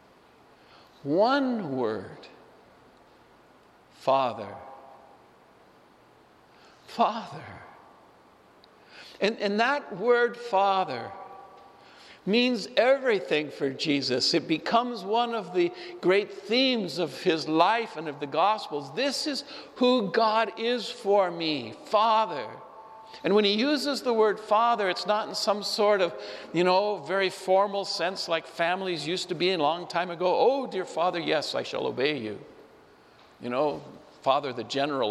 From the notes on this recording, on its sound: Homily delivered at Saint Francis Assisi Church, Spokane.